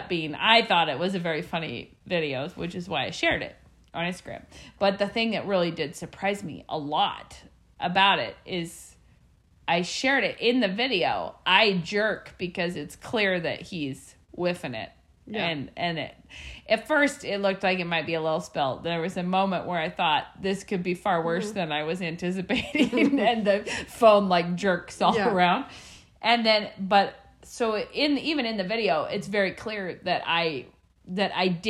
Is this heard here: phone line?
no